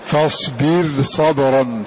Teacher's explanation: راء متطرفة ساكنة في الوصل والوقف، فحكم الترقيق ما دام أنها سبقت بكسر. ولا يضر وجود حرف الاستعلاء بعدها لأن ما دمنا قلنا إنها واقعة في الطرف إذن ما يأتي بعدها من حرف الاستعلاء فهو في كلمة أخرى.